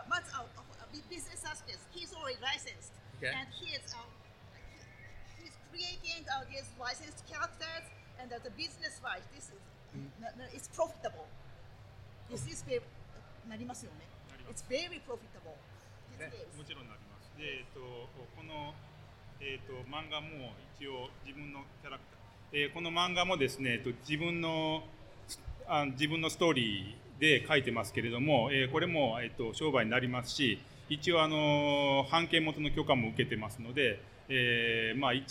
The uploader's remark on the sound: Recorded live at FanExpo Chicago, this episode is a panel dedicated to The History of Fan Media.